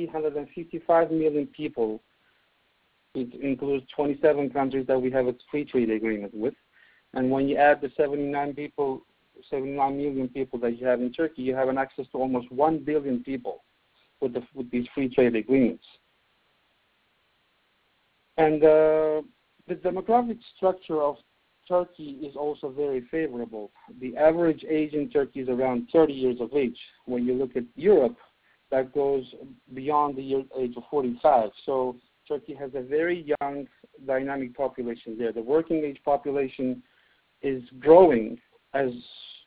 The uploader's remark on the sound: During this teleconference